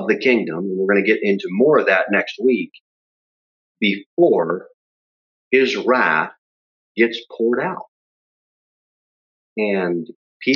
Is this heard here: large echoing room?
yes